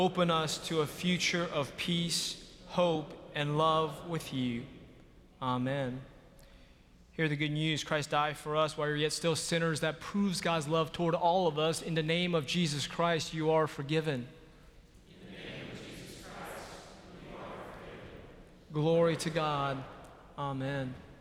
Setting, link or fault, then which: setting, large echoing room